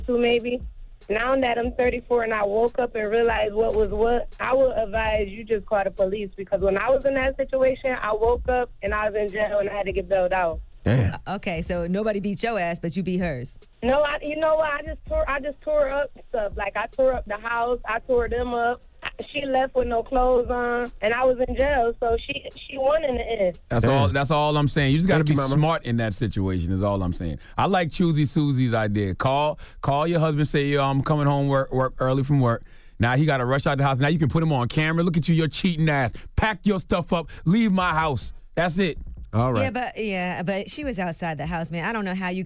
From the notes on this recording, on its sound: we opened up the phone lines